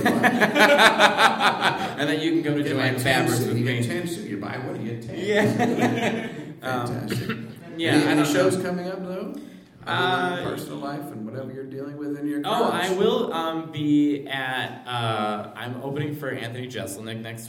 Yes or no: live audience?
yes